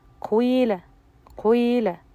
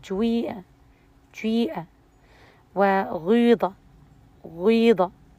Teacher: ألفظ هذا الحرف بحركة تامة مركبة من حركتين فبدايتها يكون ضم وهو الجزء الأول المقدم وهو الأقل يلي ذلك جزء الكسرة وهو الأكثر · Term: الإشمام